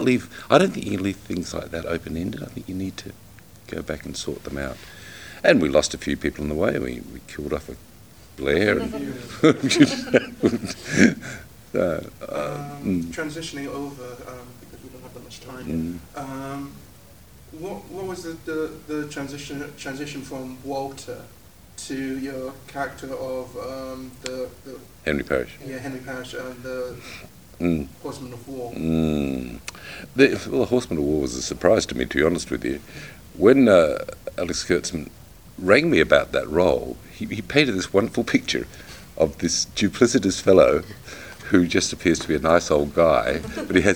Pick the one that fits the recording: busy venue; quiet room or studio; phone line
busy venue